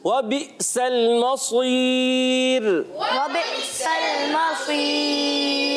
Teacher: जी मसीर में रा को बारीक रखना है